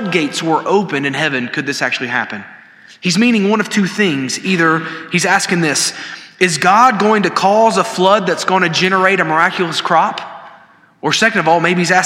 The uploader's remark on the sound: This sermon was delivered on April 19, 2023 at First Baptist Church Hendersonville, NC during the Wednesday night Bible study hour.